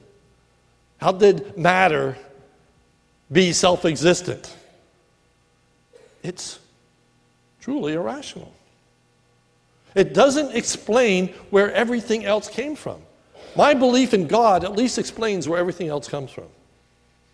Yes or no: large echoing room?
yes